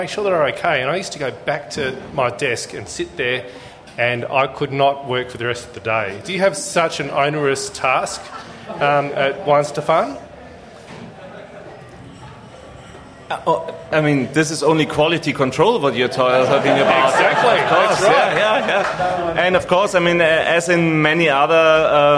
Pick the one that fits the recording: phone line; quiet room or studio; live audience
live audience